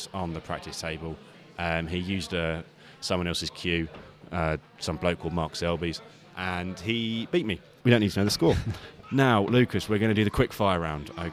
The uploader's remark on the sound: Recorded at the Snooker Shoot Out in Watford.